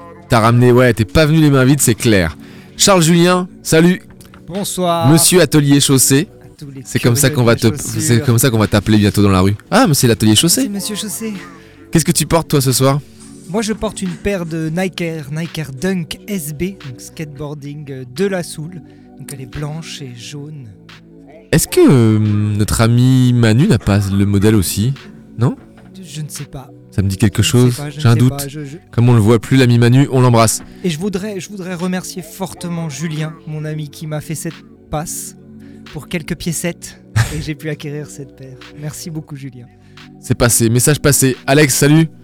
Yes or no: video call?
no